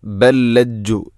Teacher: ഇവിടെ ബല്ലജ്ജു, ബൽ ലജ്ജു എന്നല്ല, ബൽ ലജ്ജു. ഒന്നാമത്തെ ലാമിന് രണ്ടാമത്തെ ലാമിലേക്ക് ഇദ്ഗാം ചെയ്യുന്നു, കൂട്ടി ലയിപ്പിച്ച് ഒതുന്നു